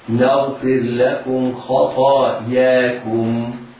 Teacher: الحروف كلها مفخمة، الخاء والطاء والألف تابعة للطاء